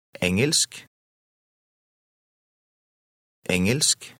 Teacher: Note how the middle of the word Engelsk is pronounced. The faint G sound almost disappears.